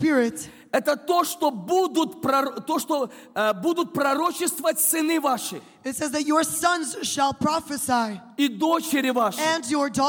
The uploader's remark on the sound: This program was recorded during Kingdom Domain 2018: Kingdom of God Coming in Power.